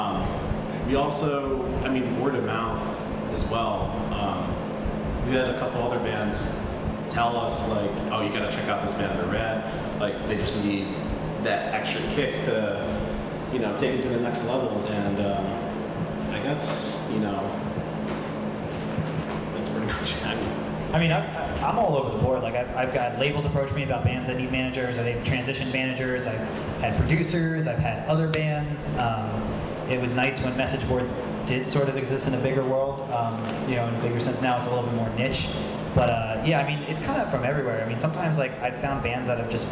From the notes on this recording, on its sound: recorded at the 2017 Electric City Music Conference